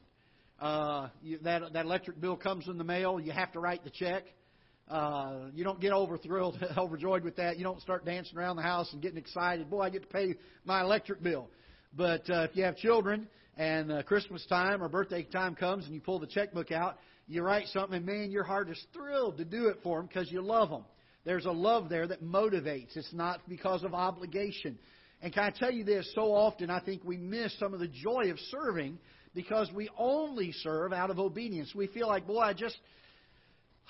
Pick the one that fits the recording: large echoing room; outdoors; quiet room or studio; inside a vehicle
large echoing room